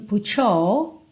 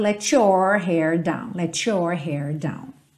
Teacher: Put com your, essa junção aí do T com your, a gente vai ter esse cho. Como ela é britânica, ela não enrola a língua no your · Shown in: first take